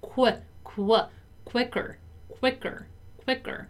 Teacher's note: the letter I doesn't have the same sound as the letter I in Portuguese, right? It's a more closed sound.